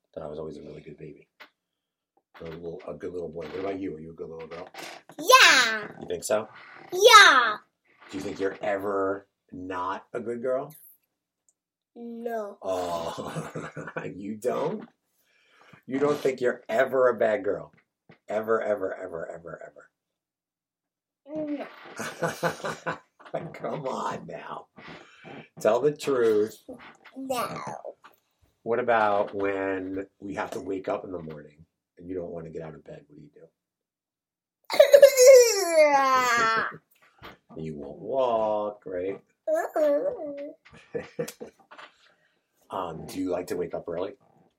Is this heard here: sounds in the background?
yes